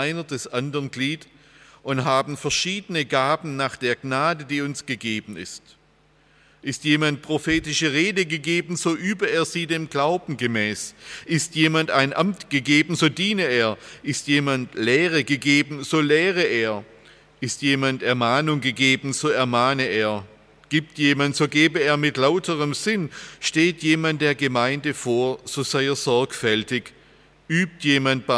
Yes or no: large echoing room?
yes